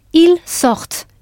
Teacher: S-O-R-T-E-N-T. You can hear the T of the stem.